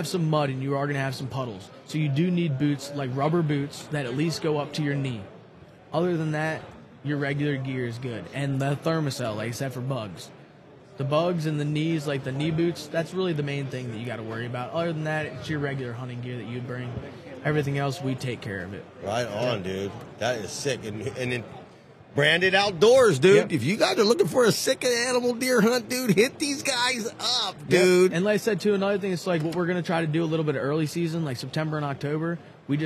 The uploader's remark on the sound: at the Great American Outdoor Show